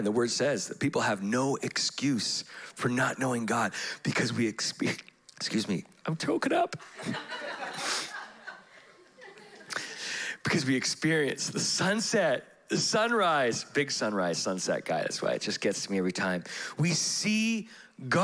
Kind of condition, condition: setting, live audience